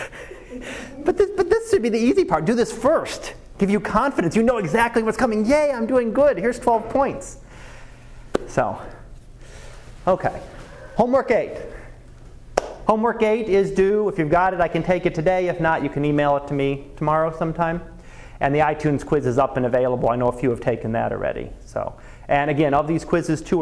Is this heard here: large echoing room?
yes